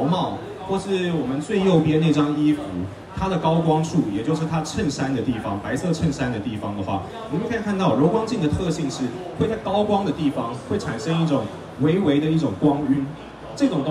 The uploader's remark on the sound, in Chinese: 解鎖Sony攝影展講師成就！沒辦法來現場的來這裡聽吧！！現場錄音版。